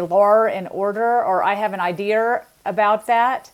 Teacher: That's a little different than something called the linking R that is not done by the same speakers, where you might see someone say lore in order, or I have an idea about that. And that's something called a linking R, and that's actually related to people typically that drop their R's in other circumstances